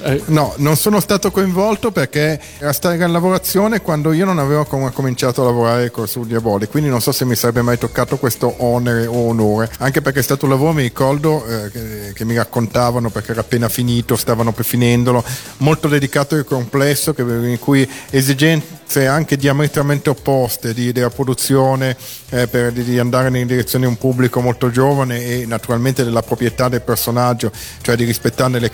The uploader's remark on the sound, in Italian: Da Etna Comics 2012